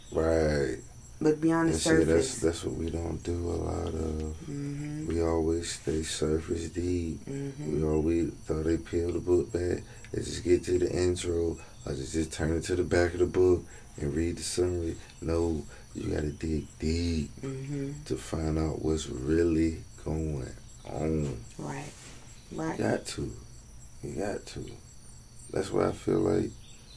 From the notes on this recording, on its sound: This episode is raw and organic. Recorded outside in nature. No fancy studio or stuffy convo over here.